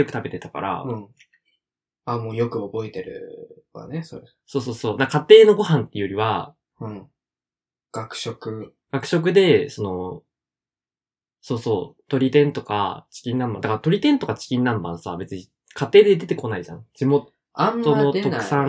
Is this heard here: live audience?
no